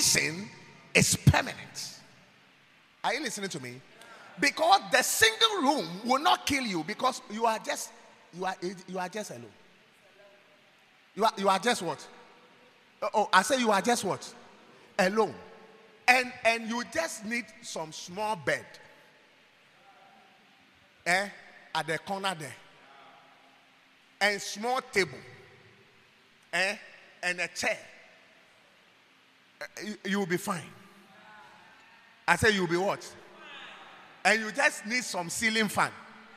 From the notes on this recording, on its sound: preached at God's Haven Ministries, The Purpose Assembly on Sun 5th March, 2023.